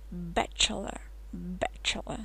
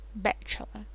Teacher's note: Твердо читается, э открыто, как в кошке.